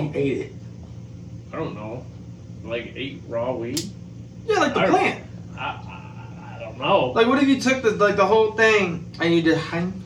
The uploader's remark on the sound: Apologize for the audio for this episode. Didn’t start the mics! The original duo was in the studio for this episode.